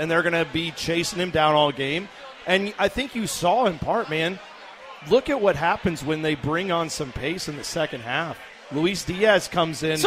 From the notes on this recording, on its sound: LIVE from the Pub at the LDC for a postgame show.